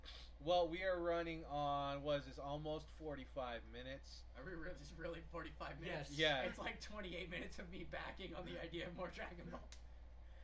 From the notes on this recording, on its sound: I would like to apologize in advance for the quality of the audio (yes, we know it's a bit on the soft side.)